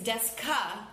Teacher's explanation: it's D-E-S-U, but you don't pronounce the U